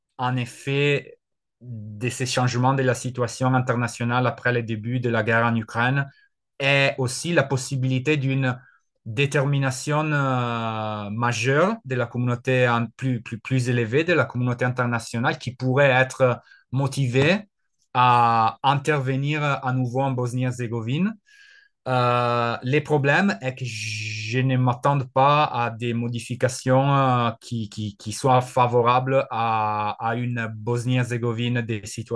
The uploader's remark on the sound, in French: Replay | Webinaire.